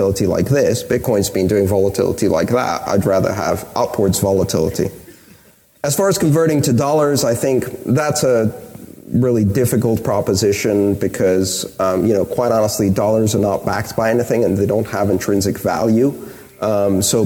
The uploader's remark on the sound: For the rest of todays episode we’re pleased to feature one of my favorite panels from the event.